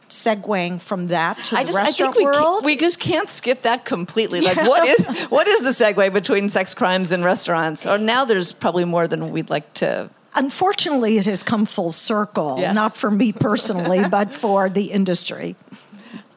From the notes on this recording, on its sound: at SXSW for the first ever live broadcast of the show